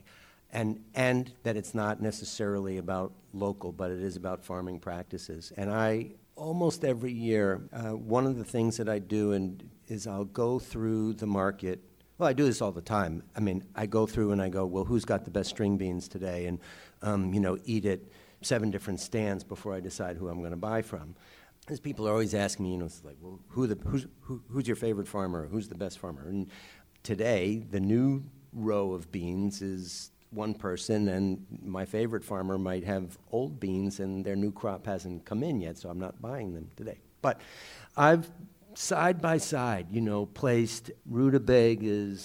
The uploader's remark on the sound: This podcast was recorded live at "The Science of Local Food" event on June 26, 2012, a part of the River to River Festival. A big thanks goes out to the South Street Seaport Museum for hosting.